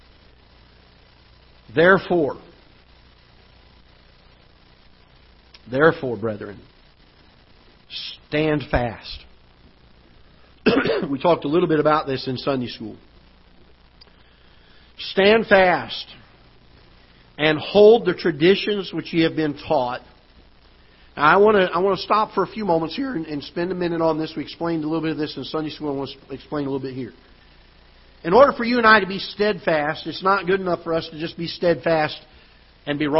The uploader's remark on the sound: Ketha Heights Baptist Church ~ Live Broadcast